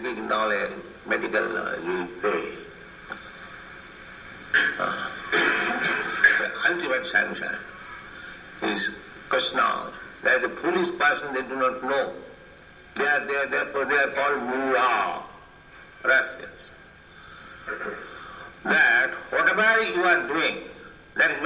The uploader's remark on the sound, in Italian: in diretta dal Tempio di Villa Vrindavana